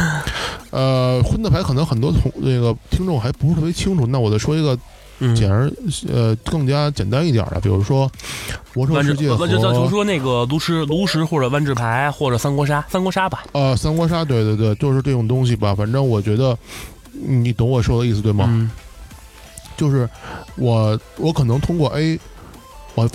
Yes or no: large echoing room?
no